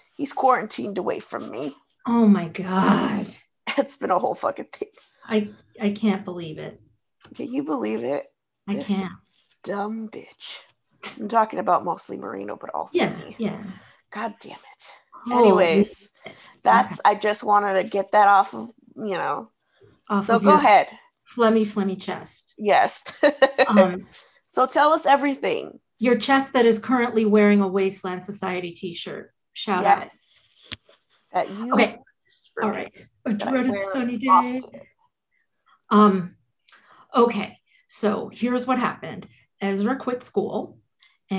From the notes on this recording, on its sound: This episode is unedited and recorded from Zoom